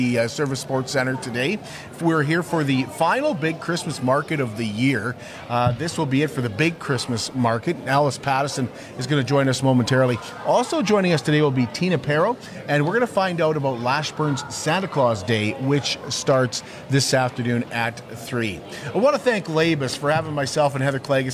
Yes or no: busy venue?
yes